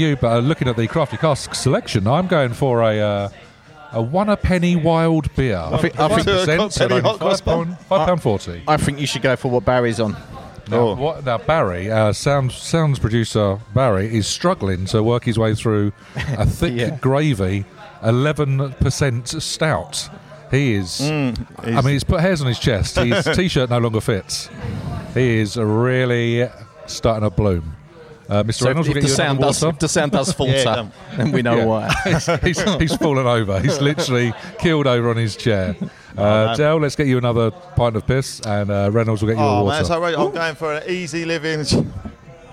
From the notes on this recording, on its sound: Live at the Crafty Casks. At a local micropub (the Crafty Casks) for part 1 of a live recording. They brought some friends along for the ride!